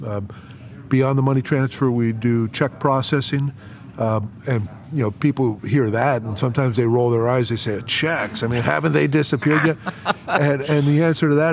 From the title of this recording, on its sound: LIVE FROM MONEY 20/20